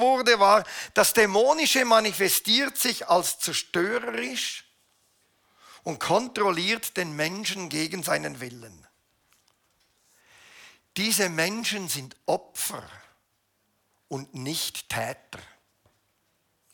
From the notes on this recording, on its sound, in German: Eine Predigt der BewegungPlus Burgdorf